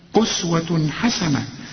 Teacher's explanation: إذا لقيت تنوين وبعده حاء ما تغنش، أسوة ما تقولش أسوة، لا أسوة حسنة. · Term: الإظهار